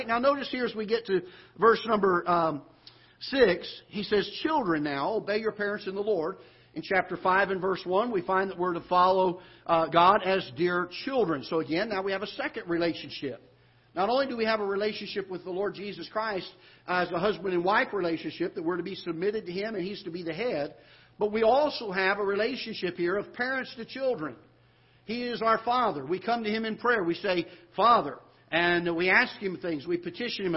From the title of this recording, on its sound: Ketha Heights Baptist Church ~ Live Broadcast